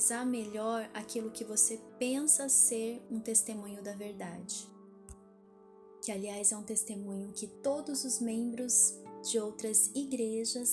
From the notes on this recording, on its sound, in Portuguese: Peço que me perdoem pelo áudio, alguns barulhos... Tive problemas com o meu microfone, porém não quis regravar pois isso atrasaria bastante.